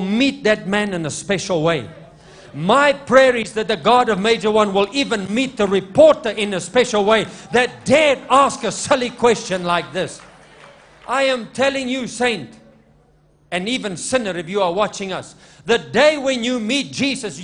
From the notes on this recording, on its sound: LIVE MID WEEK SERVICE| ECG CHURCH